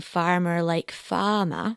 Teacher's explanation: when the Queen speaks, she drops her R's